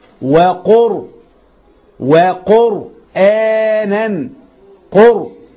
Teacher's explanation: الراء مفخمة لأنها ساكنة وقبلها ضم